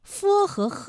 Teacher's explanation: 佛和呵啊，发音的时候呢，声带都不颤动，这一点很好判断。我们发音的时候摸一下自己的声带，感受一下就行了。好，我们继续给大家带来一组变音的对比练习。首先我们来看一组字，发花，发花，翻欢，翻欢，方慌，方慌，飞灰，飞灰，缝横，缝横，富户，富户。好了，跟住落嚟继续系仲由中国。咁头先片中就讲到咗赵志凤，咁佢嘅形象系点样样嘅咧？我哋一齐去石刻当中寻找佢嘅踪迹啊！敖顶山石刻是由赵志凤建造的，但是如何建造的？这些情况我们都不太了解，同时呢，通过研究认为赵志凤在宝顶山石刻当中留下了他自己的形象，比如说这一位就被认为是赵志凤的形象啊。那赵志凤他不是僧人吗？为什么他会留这种卷